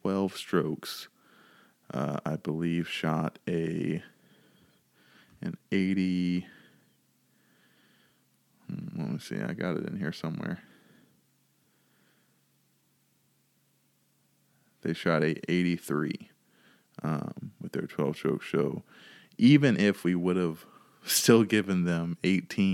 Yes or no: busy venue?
no